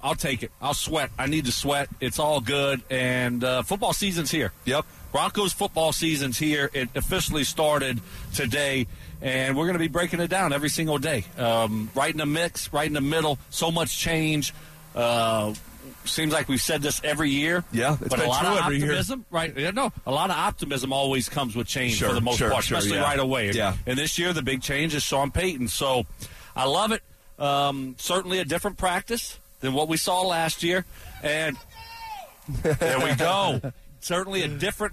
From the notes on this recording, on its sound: live from training camp